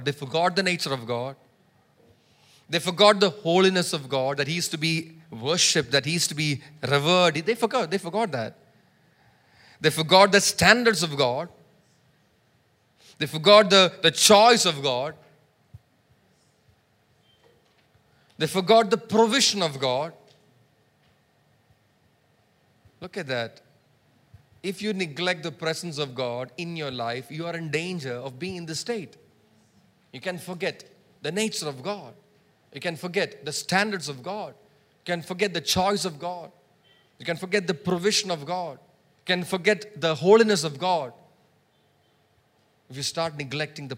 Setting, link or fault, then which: setting, large echoing room